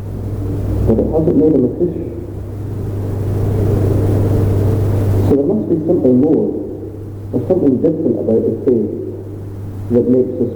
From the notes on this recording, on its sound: Apologies for the sound quality